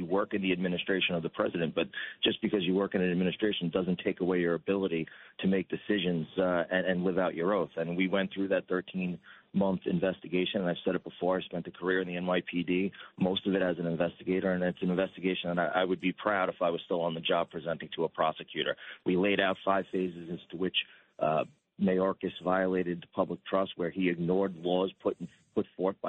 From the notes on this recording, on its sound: Calls in on his way back to Washington, D.C.